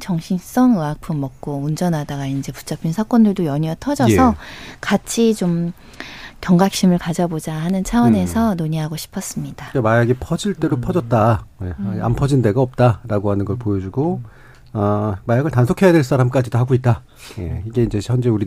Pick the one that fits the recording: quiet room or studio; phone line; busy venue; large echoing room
quiet room or studio